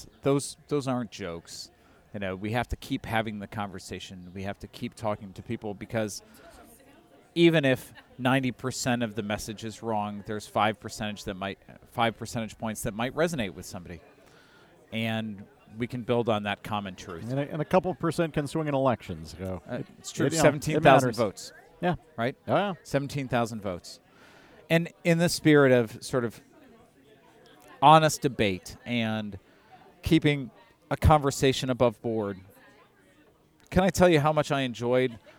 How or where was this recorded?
busy venue